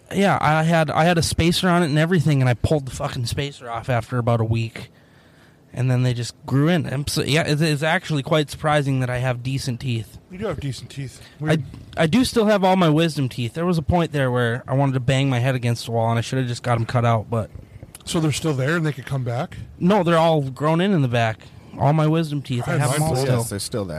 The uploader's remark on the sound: We gather outside around the bonfire